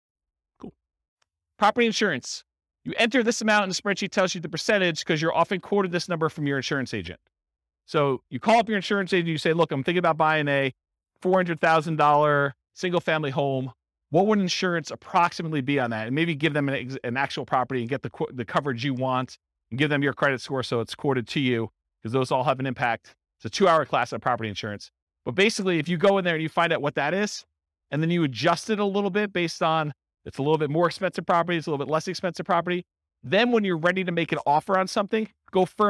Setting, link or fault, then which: setting, live audience